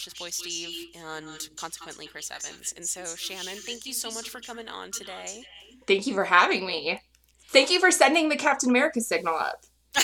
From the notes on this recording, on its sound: Forgive the echo. Our software is being stupid.